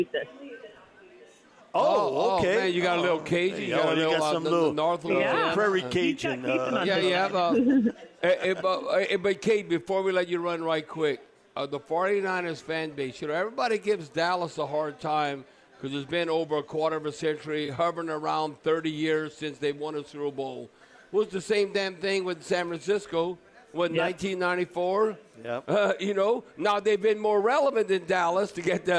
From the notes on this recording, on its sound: live from the Silver Slipper